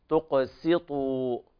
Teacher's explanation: من الضم، حيث انحصرت بين ضمتين، ضمة التاء وضمة الطاء بعدها، ونراعي القارئ ترقيق السين لأنها بين مفخمين من القاف والطاء · لابد من بيان كسر السين وتخليصها من الضم، حيث انحصرت بين ضمتين، ضمة التاء وضمة الطاء بعدها